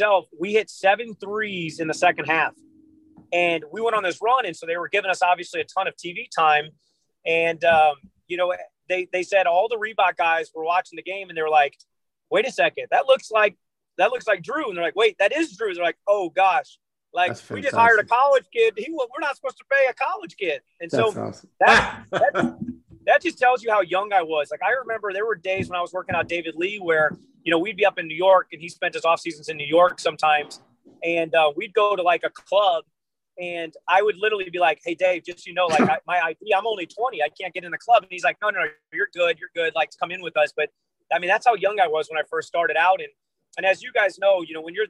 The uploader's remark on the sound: sitting in the car with during the interview